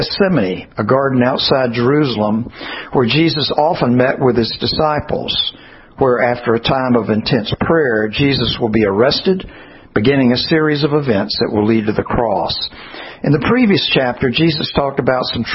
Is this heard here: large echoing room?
yes